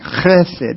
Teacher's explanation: it's like a H, but with a rough guttural sound.